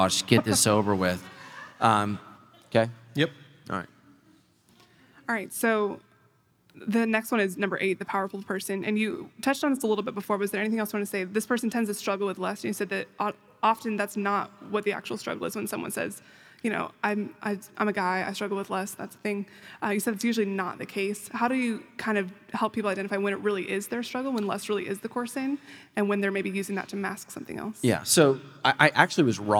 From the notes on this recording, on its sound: Recorded live with 300 of their closest friends